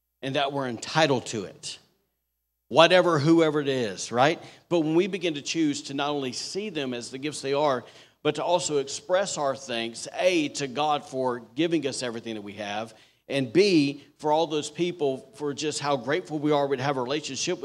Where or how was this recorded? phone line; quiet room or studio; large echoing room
large echoing room